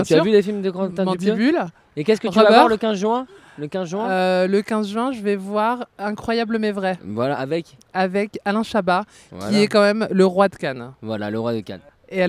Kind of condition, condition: setting, busy venue